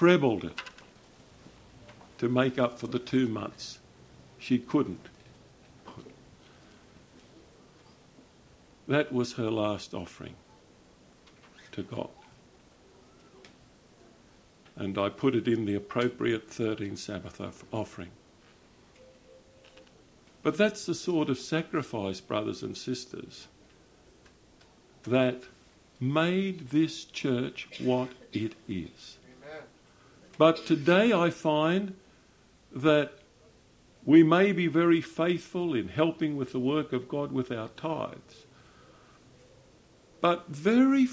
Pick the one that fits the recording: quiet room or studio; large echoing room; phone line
large echoing room